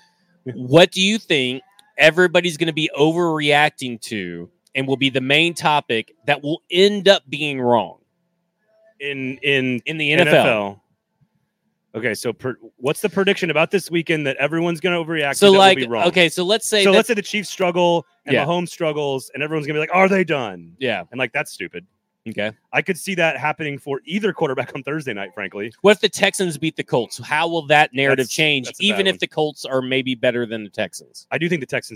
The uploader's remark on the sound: We are LIVE from The Pharmacy Burger Parlor and Beer Garden! We are LIVE from The Pharmacy Burger Parlor and Beer Garden!